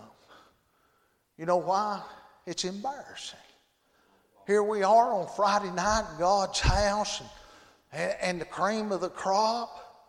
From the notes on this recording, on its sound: Friday Evening service at Calvary Baptist